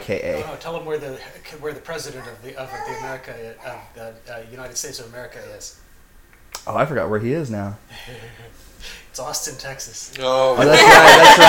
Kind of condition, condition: fault, sounds in the background